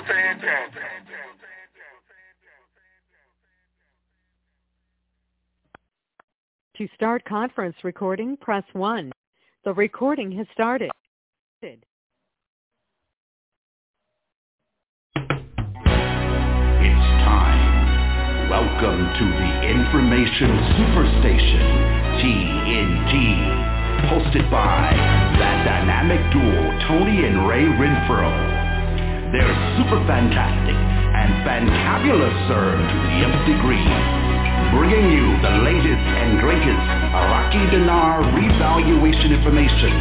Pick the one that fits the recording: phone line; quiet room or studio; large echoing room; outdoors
phone line